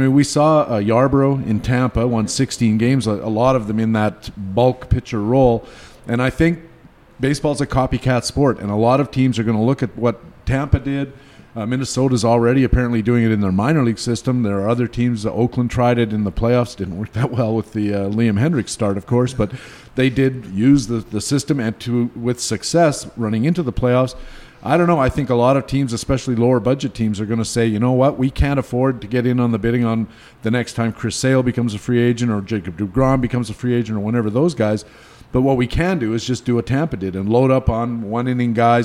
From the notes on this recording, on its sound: SPECIAL EDITION Live at First Pitch Arizona